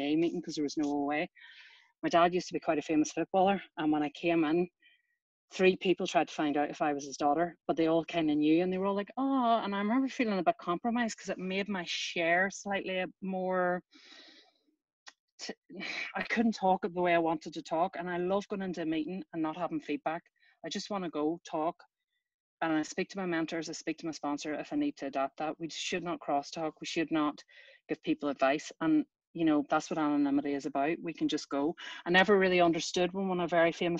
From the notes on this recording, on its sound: Recorded at the 9 Tools of OA Meeting